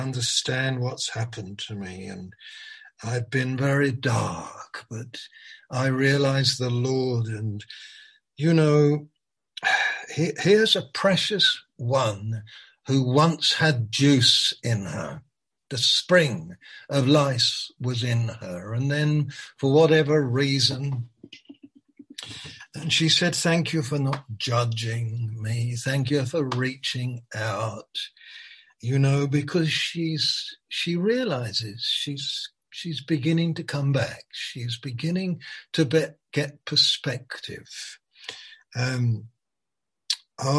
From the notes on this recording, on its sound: Malaysia Meets (Zoom).